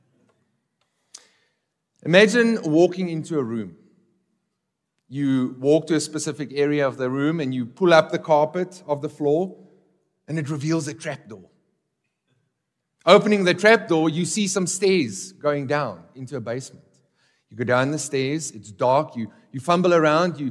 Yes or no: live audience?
yes